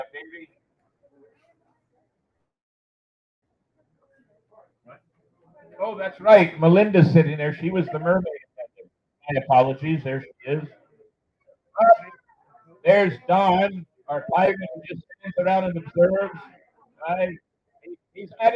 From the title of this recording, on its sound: Live on Location at Dicks Wings 2023!